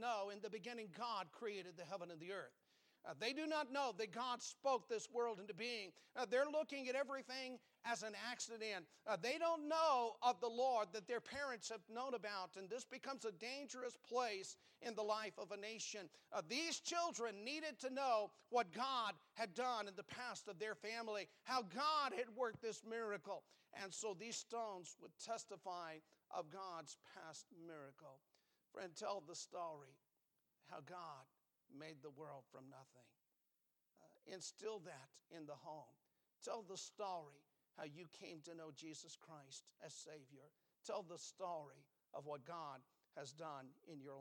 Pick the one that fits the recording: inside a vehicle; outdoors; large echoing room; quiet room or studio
large echoing room